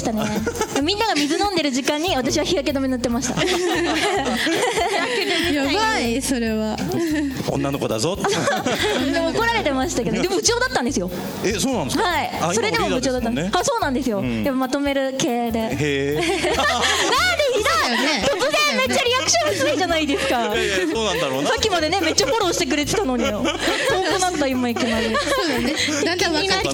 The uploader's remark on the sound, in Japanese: 川崎モアーズ屋上ビヤガーデンをお借りしたライブイベントでの公開収録。